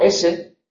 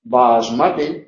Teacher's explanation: Y cuando produzco sonidos sordos, no vibran. Si hago S, no vibra. Pero si digo basmati, vibra. Las vocales son todas sonoras, entonces hay que hacer la consonante sola para que no vibre.